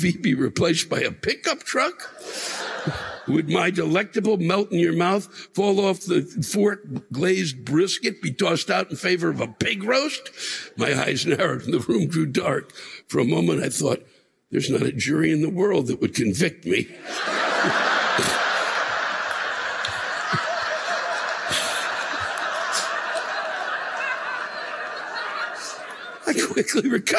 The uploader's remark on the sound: The live rants this week come from the Wind Creek Event Center in Bethlehem PA (Mar 7, 2020)